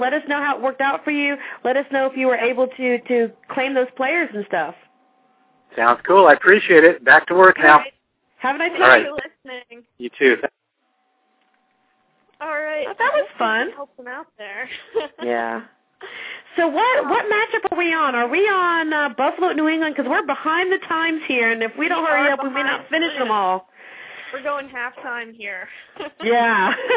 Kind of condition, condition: link, phone line